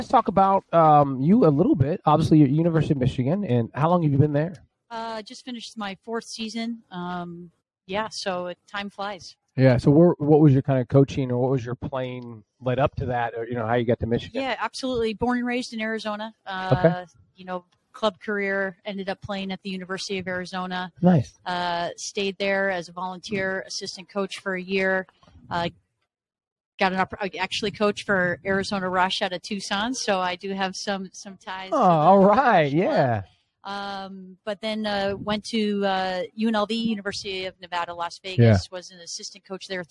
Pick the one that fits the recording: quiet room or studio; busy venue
busy venue